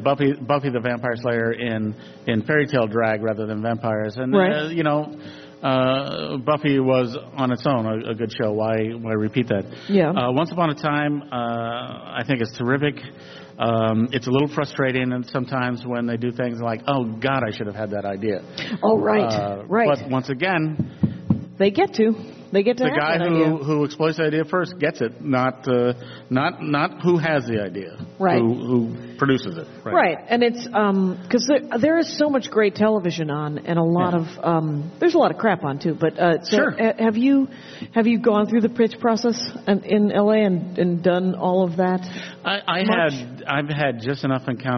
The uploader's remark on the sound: I’m Live at in Minneapolis. TDF EP 131 – LIVE. I’m Live at in Minneapolis.